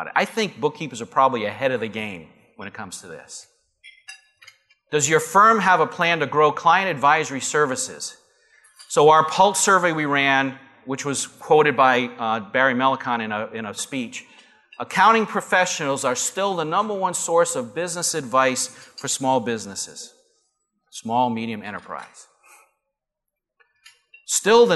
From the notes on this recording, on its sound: Live Broadcast at the The IPBC IGNITE Conference.